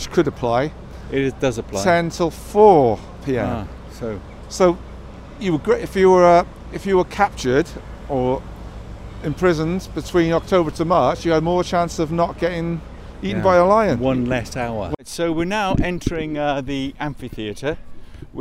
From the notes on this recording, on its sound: A misguided attempt to record on site, an 'outside broadcast' which degenerates into a pub crawl.